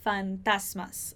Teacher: a gente tem que ter mais atenção para não fazer o som de Z